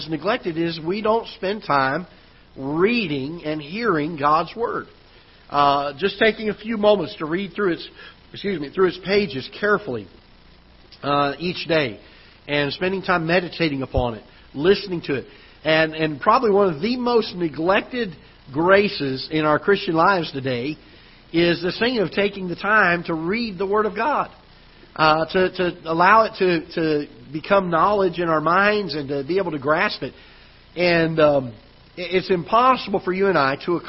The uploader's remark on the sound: Ketha Heights Baptist Church ~ Live Broadcast